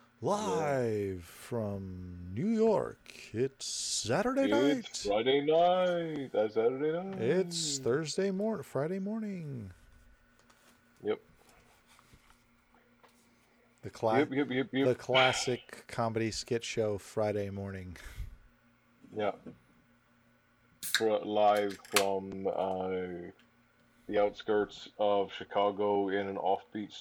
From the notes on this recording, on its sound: Recording was strained his week, I do apologize for the distorted audio!